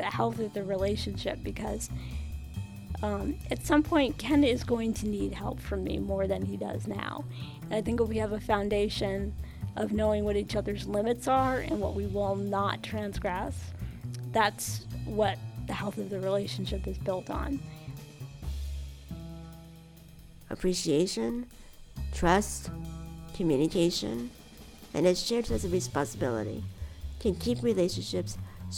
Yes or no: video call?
no